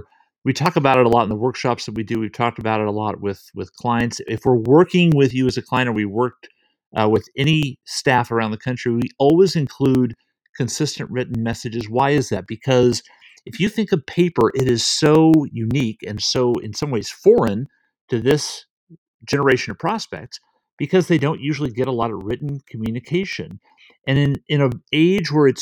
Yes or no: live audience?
no